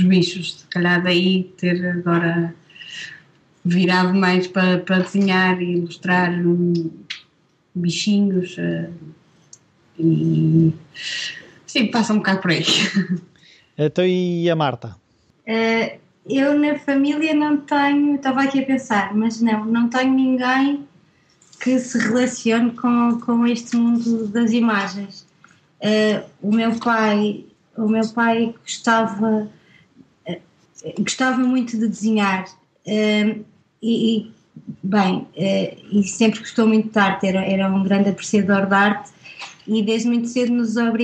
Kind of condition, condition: link, video call